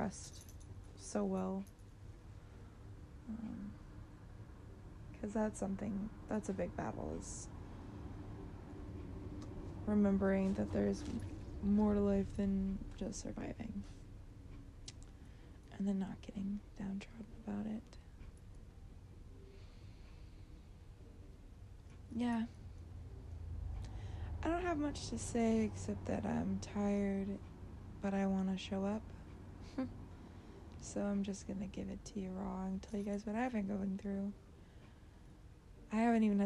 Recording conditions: sounds in the background